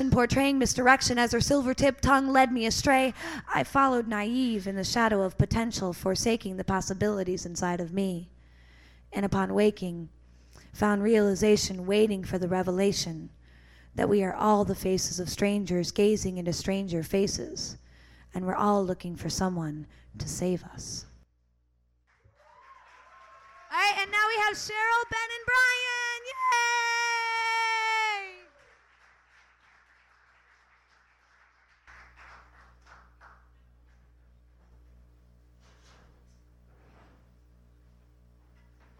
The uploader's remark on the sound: Part One is the Open-Mic